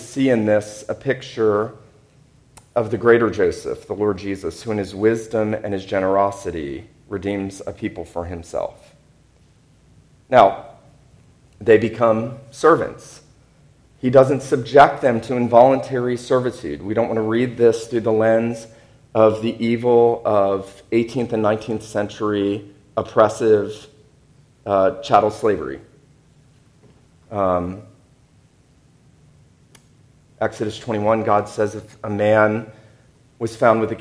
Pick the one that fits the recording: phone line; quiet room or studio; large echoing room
large echoing room